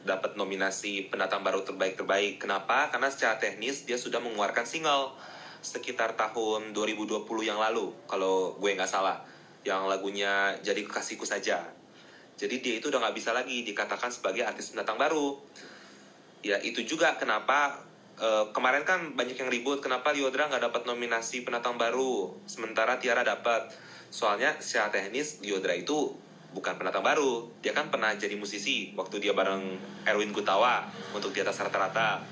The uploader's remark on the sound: Instagram Live Session